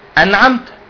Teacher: يبقى نون ساكنة بعدها عين، العين من حرف ايه؟ الإظهار. يبقى اقرأ عادي، اظهر النون